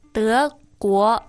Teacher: They're both second tones.